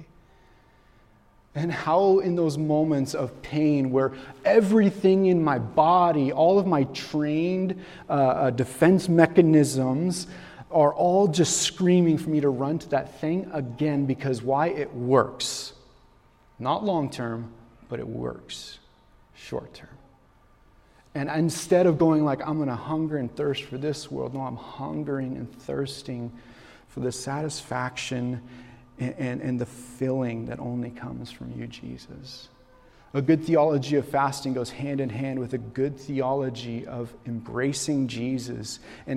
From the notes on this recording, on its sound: This message was recorded on February, 2024, at Union Ridge School in Ridgefield, Wa.